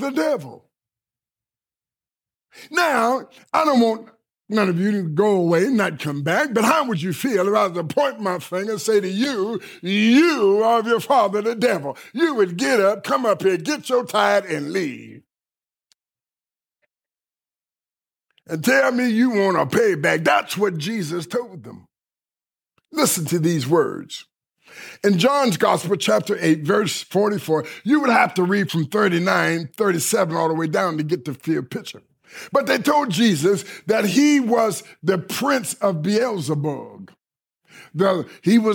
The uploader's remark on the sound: delivered at Kingdom Center Rockford